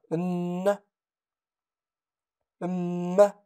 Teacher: قلبت النون والتنوين ميما لأنها تشارك الباء في المخرج والنون في الغنة